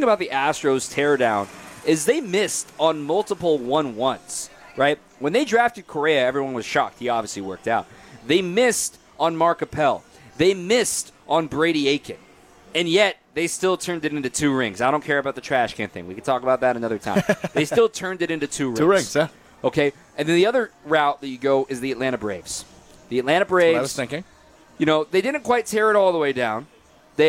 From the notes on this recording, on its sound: live from Summerfest